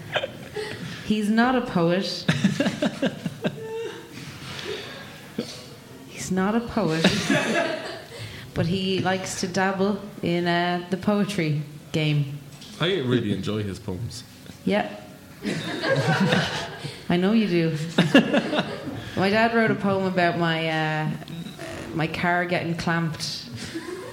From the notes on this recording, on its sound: Live Podcast. In part 2 of the live HeadStuff Podcast.